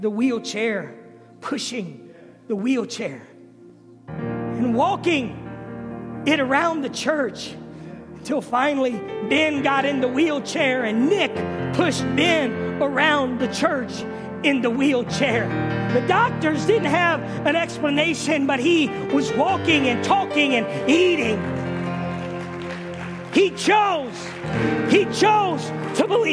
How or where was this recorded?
large echoing room